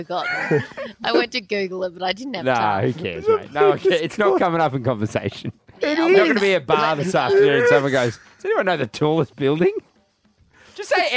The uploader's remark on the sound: Live From The Sydney Harbour Bridge!